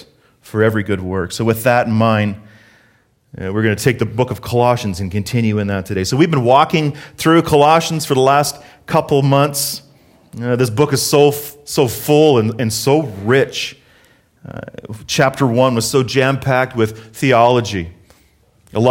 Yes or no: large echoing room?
yes